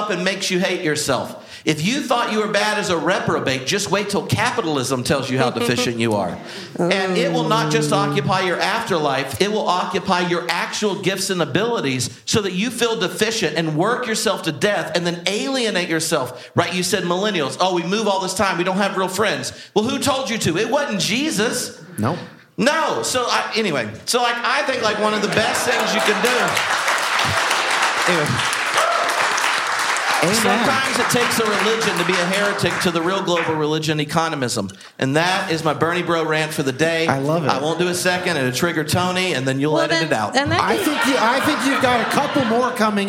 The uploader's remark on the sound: This episode is the final panel from our live event in Seattle.